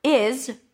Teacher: It's not an S, except for one exception. But the word is ends with a Z sound, even though it's spelled with an S